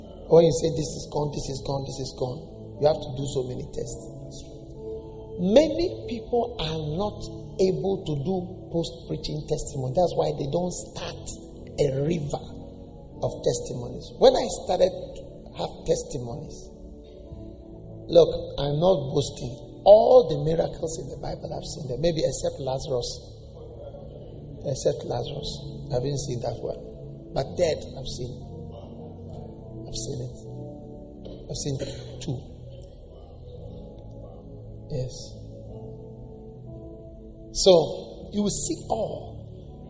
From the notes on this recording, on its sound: Preached at Lighthouse Chapel International, New Gbawe.